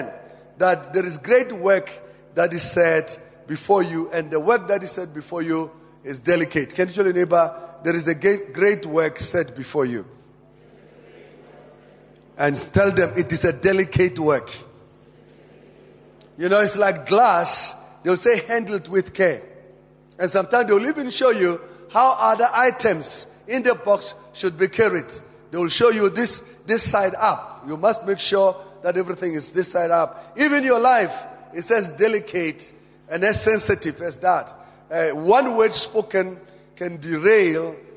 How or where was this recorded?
large echoing room